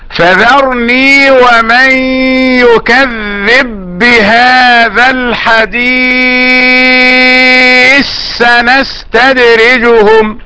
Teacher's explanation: ادغام الثاء في السين · Term: ادغام كبير